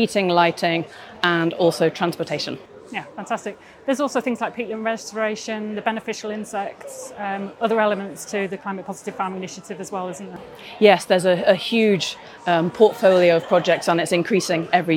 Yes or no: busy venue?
yes